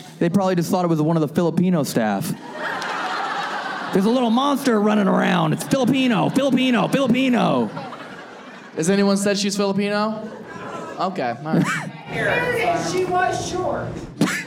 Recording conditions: live audience